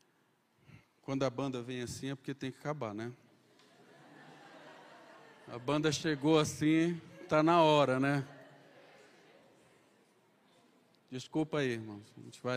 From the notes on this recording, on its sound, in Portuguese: Conferência Missionária 2023 da Igreja Presbiteriana da Penha. Culto AO VIVO Igreja Presbiteriana da Penha. Rua Major Rudge, 145, Penha - São Paulo.